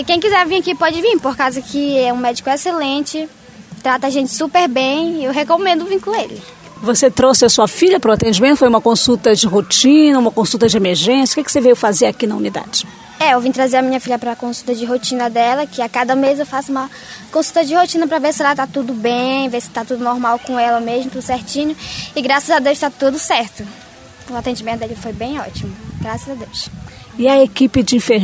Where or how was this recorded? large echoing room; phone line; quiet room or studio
phone line